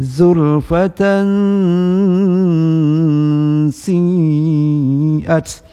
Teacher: nunnya di sebahagian dimasukkan ke huruf sin sehingga lafadznya menjadi samar ataupun tersembunyi. Tersembunyi, samar-samar, itulah namanya ikhfa.